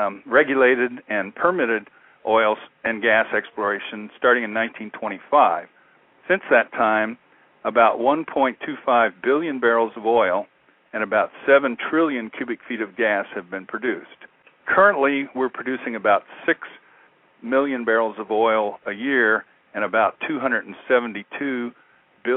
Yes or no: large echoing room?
no